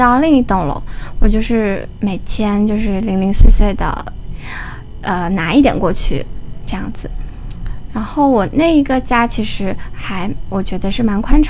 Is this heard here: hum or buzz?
yes